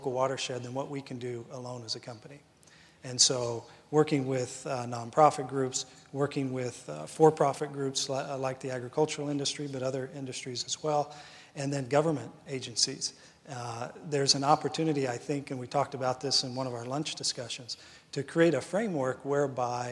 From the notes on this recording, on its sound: The best of live interviews from GreenBiz events.